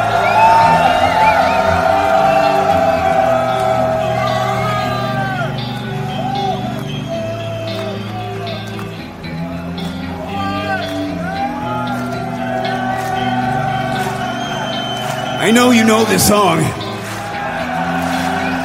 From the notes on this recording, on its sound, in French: On refait le fest et on vous passe des extraits live de nos coups de coeurs.